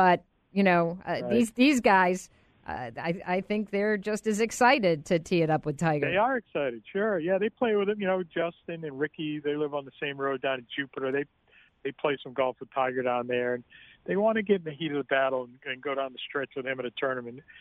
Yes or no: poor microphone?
no